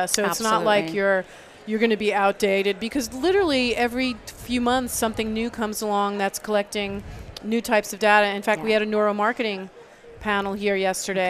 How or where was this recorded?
busy venue